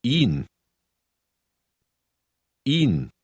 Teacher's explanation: the H is not pronounced. Instead, the H lengthens the E sound.